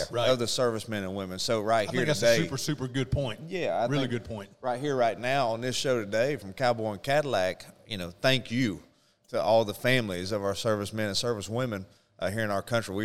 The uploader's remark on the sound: A Special Thank you to The Bad Monkey staff for allowing us to record this podcast in their location.